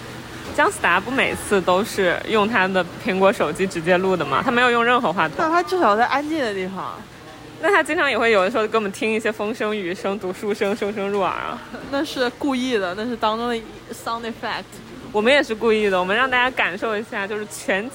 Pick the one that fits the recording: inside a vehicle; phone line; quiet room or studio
inside a vehicle